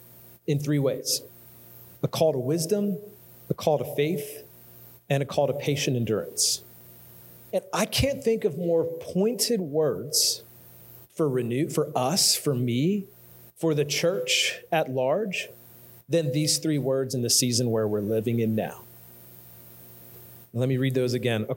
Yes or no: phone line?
no